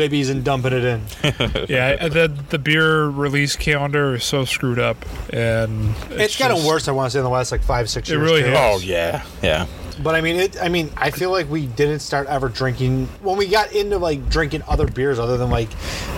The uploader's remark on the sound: Our recording from Community Beer Works new space!